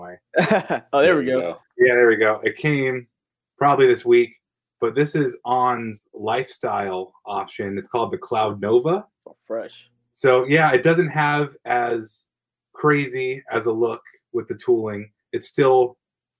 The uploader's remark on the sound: Recorded on Riverside